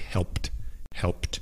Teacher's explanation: It sounds as if the E is not even there. So it's spelled H-E-L-P-E-D, but it sounds just like helped, helped.